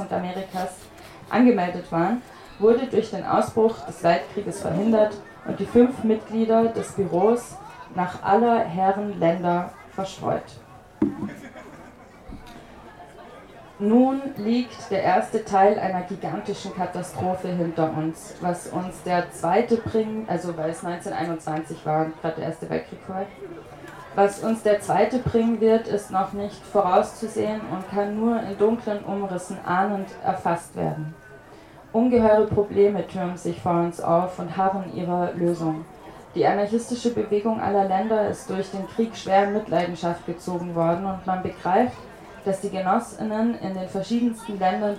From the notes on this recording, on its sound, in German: Gelesen auf dem Holzrock Festival in Schopfheim.